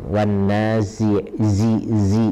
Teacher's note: Huruf za juga masih kurang, wan nazi zi zi ya, dia harus keluar besisnya, keluar sofirnya